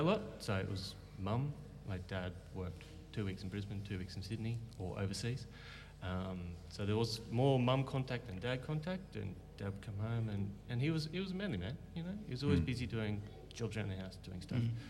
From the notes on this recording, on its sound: RUOK? Sunday LIVE at Beyond Church.